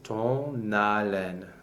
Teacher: In this case, ton haleine, The N is turn into a liaison with the A of haleine. We make the nasal and then the N · the nasal vowel stays a nasal vowel. It does not lose that quality.